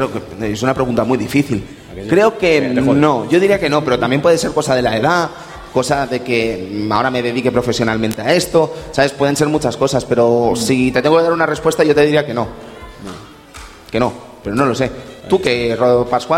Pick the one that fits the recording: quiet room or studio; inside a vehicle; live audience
live audience